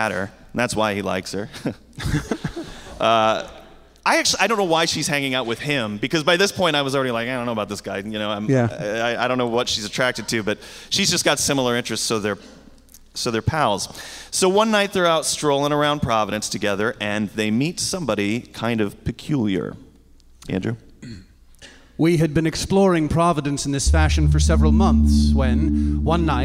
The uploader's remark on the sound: This was our show at the NecronomiCon - LIVE from the Biltmore Hotel in Providence, RI